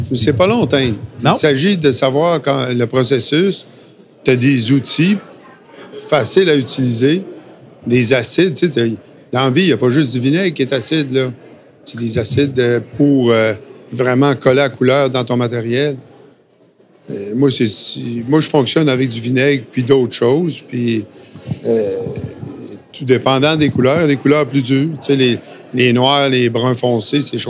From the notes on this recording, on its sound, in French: Dernier de 4 podcasts enregistrés au salon de la pêche à la mouche de Trois-Rivières